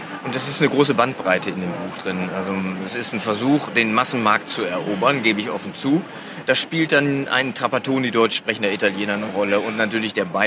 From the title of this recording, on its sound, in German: live von der Frankfurter Buchmesse